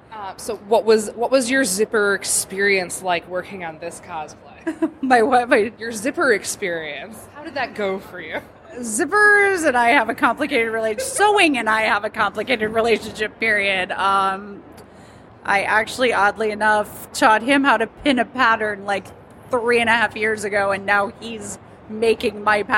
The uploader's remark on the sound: Live at C2E2